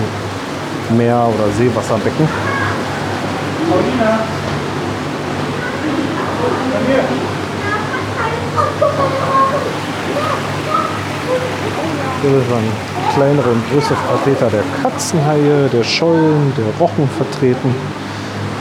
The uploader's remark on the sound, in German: Dann haben wir noch in der Marienkirche am Alexanderplatz eine Kerze angezündet und sind im Regen wieder zurück zum Auto gelaufen. Von meinen Eindrücken vor Ort berichte ich mit reichlich Atmo (oder auch Hintergrundgeräuschen) direkt aus den den jeweiligen Räumen. Und die Kinder kommen natürlich auch mal zu Wort!